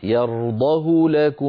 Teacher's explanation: من غير تطويل لزمن ضمة الهاء